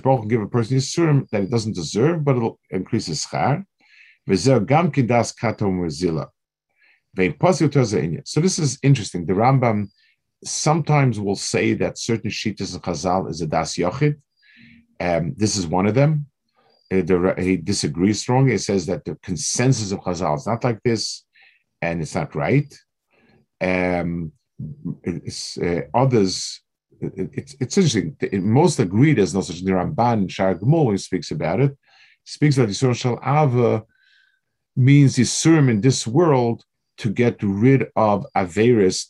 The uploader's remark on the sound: This shiur take place over Zoom on Motzei Shabbos.